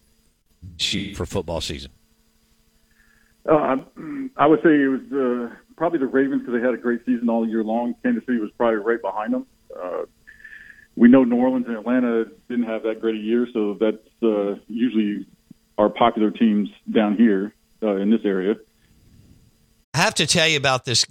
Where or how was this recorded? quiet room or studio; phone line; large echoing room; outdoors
phone line